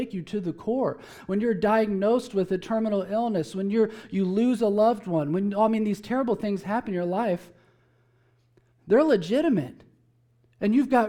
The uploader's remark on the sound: Preached at Emmaus Church